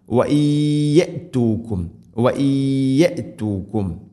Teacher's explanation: നൂനിനെ യായിലേക്ക് ഇത് ഗാം ചെയ്ത് മണിച്ചുകൊണ്ട് ഉച്ചരിക്കണം · Term: ഗംബിഗുന